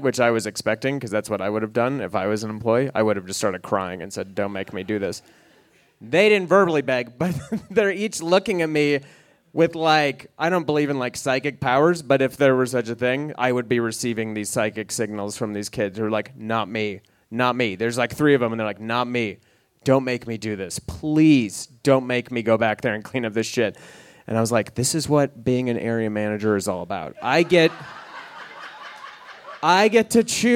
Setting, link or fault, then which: setting, live audience